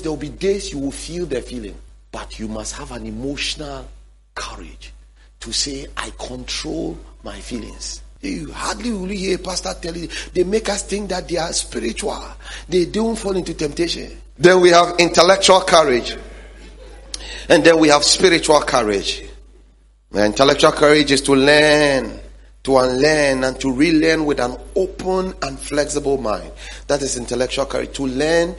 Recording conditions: large echoing room